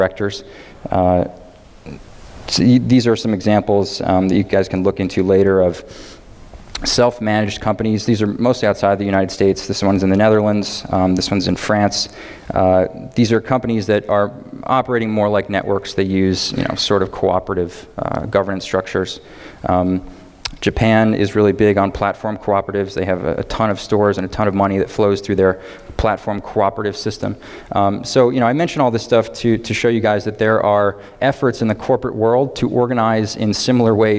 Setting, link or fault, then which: setting, live audience